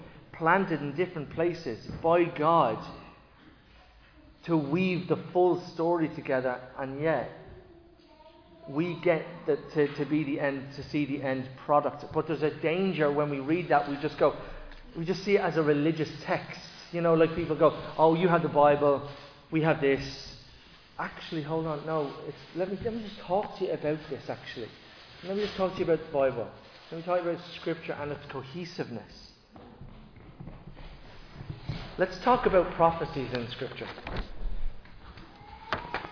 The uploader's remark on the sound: Recorded live in Liberty Church on 15 October 2023